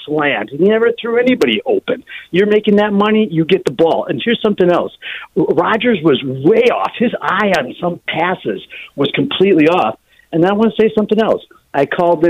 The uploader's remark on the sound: a fiery phone call